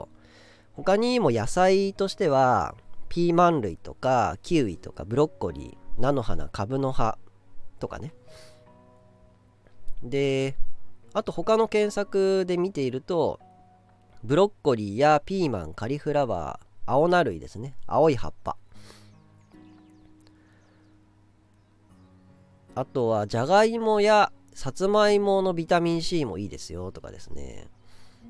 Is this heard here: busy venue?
no